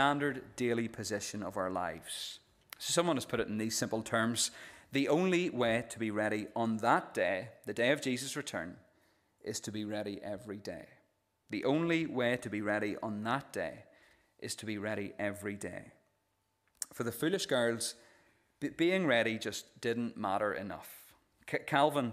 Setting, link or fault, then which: setting, large echoing room